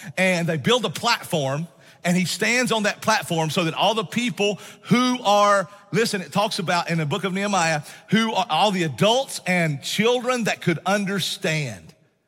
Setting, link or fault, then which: setting, large echoing room